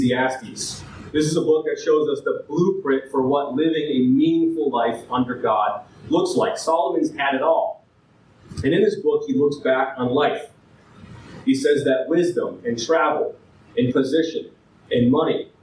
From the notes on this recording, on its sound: This file has damaged audio quality.